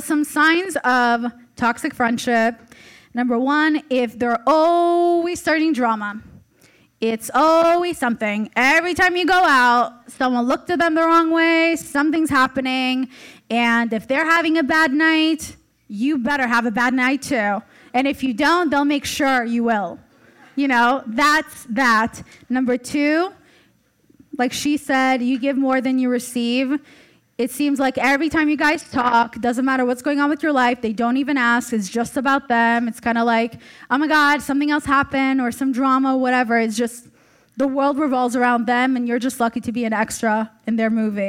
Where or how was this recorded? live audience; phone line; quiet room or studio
live audience